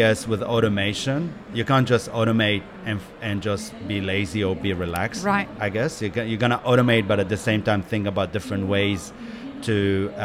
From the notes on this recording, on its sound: Map It Forward and DXB Live is proud to present a selection of podcast episodes that were live-streamed from the show floor at World of Coffee Dubai 2024.